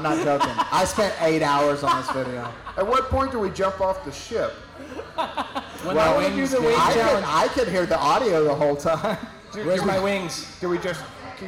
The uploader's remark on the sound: Host the first ever live audience recording, so audio isn't perfect but not bad for our first go.